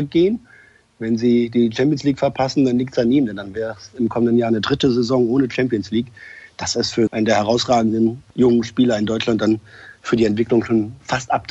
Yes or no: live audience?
no